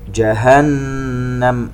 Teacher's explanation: جهنم نون مشددة تغنى بمقدار 2 حركات